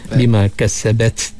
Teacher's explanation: bila waqaf situ kita ada percikan angin sikit · Term: hamas